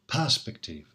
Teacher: perspective, as you may have noticed, is stressed on the first syllable